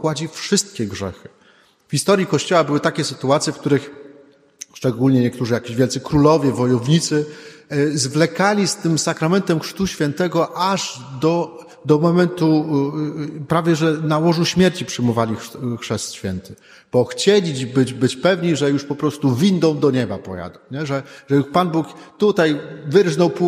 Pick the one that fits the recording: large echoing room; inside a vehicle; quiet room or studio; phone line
large echoing room